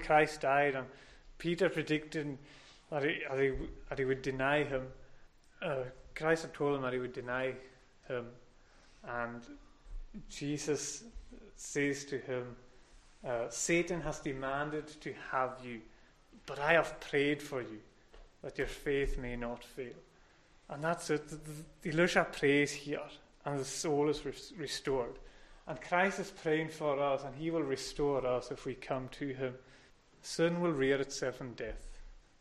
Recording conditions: large echoing room